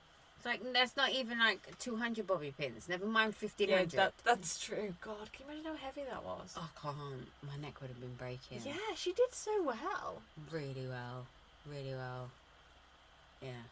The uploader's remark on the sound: We're here with a special recording! We watched the PumpRules Reunion together and immediately recorded this episode. There's a bit of background noise, which we're very sorry about, but it shouldn't distract from the shade.